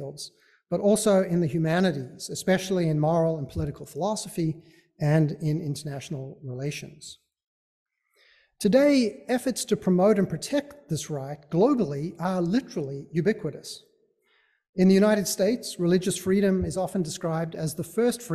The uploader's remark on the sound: Recording of a lecture delivered on July 12, 2023. As part of the Graduate Institute Summer Lecture Series.